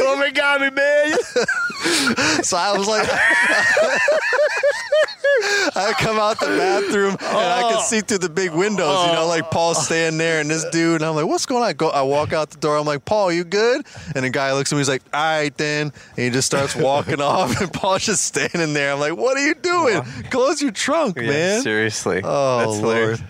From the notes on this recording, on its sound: an outdoor fireside chat in Minneapolis